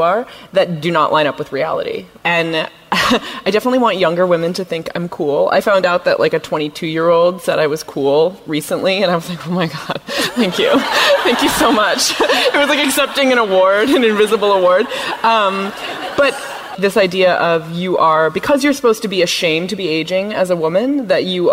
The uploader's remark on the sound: From our live show in Los Angeles.